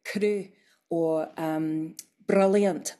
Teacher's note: It's just a little tap. It's not a long roll. And that's more common in contemporary speakers.